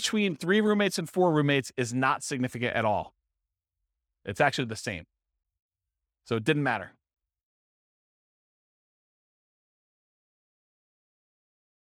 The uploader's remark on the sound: This was a live class recorded